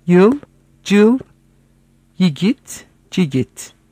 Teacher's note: Kazakça kelime başındaki y'leri c yapan bir şivedir.